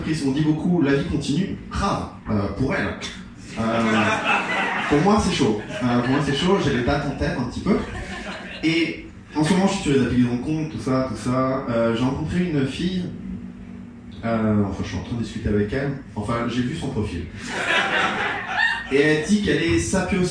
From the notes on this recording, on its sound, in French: Open Mic du Jardin Sauvage.